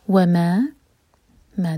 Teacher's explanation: ما اور وا دونوں دو دو حرکہ مد طبعی ہیں